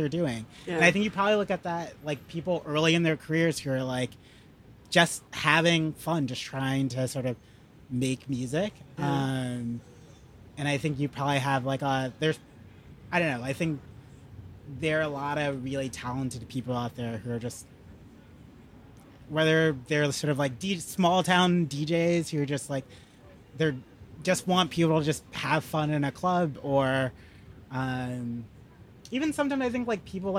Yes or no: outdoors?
yes